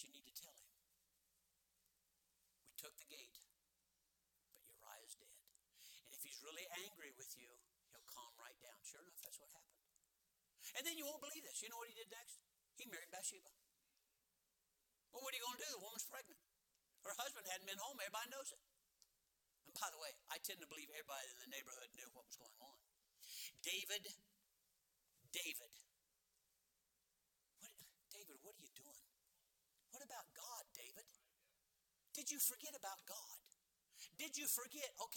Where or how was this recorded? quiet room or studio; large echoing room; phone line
large echoing room